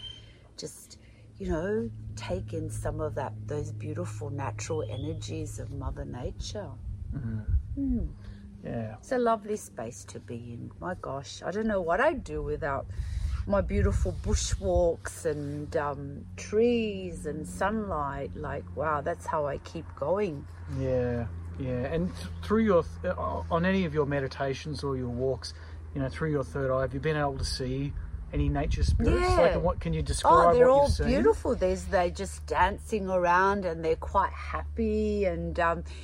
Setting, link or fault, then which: setting, outdoors